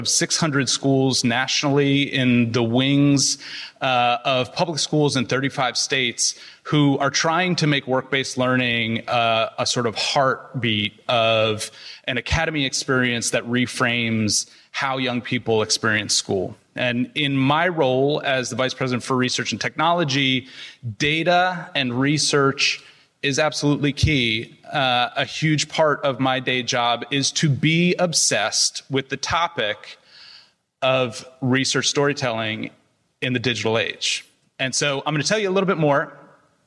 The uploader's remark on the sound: Live from SXSW Edu 2023